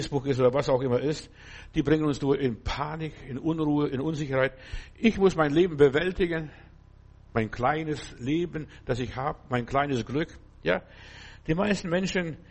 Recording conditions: large echoing room